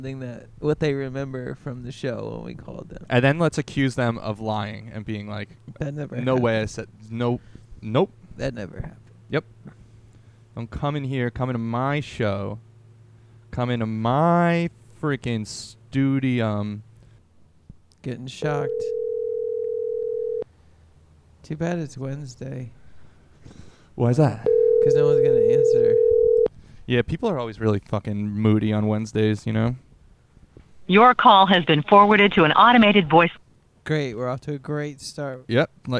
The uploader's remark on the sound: calling as many previous callers as possible